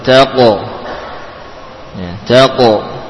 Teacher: akan tapi huruf qaf dan ta tidak kita lupakan sifat tafkhim atau sifat tebal padanya